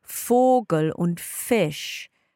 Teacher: the V, V, for us is pronounced like an F